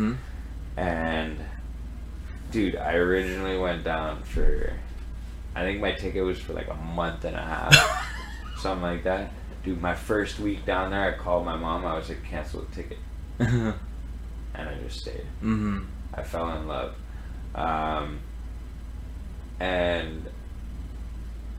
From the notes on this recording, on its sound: Apologies for the audio issues